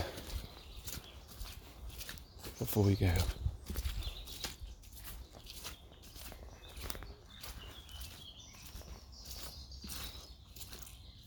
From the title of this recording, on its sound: Woodland Walk Sloshing in Mud